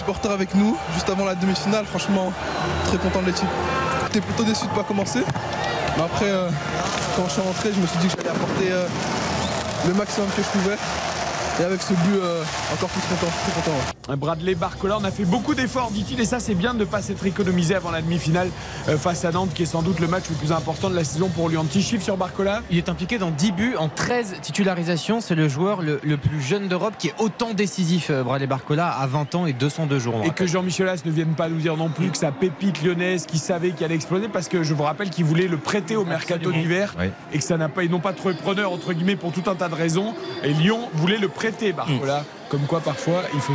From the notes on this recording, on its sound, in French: Pour trois heures de direct. En direct du Parc des Princes.